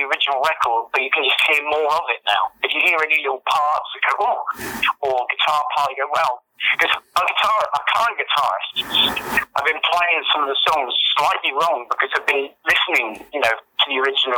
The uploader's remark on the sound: by phone